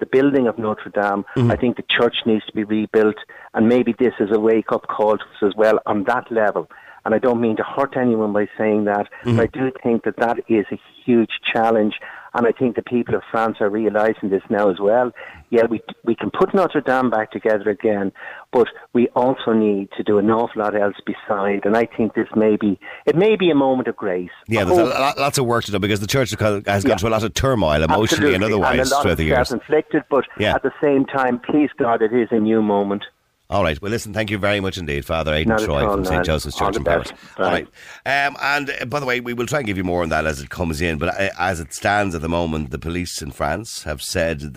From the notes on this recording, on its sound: was joined on the line